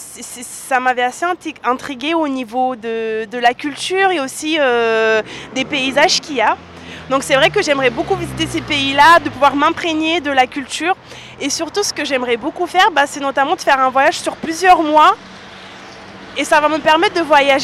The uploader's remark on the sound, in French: Sur les ondes de Radio Campus Paris 93.9 FM. Une micro-trottoir sur le thème du Tourisme.